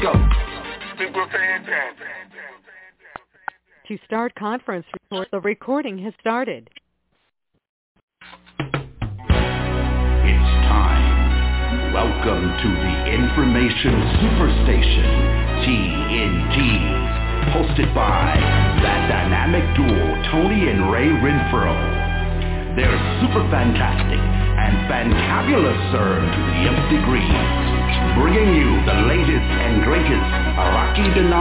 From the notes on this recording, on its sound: TNTSuperfantastic Conference Call.